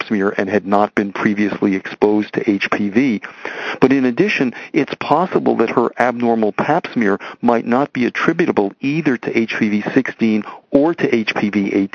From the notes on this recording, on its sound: Author in the Room® Teleconference